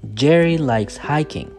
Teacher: the stress is on Jerry and hiking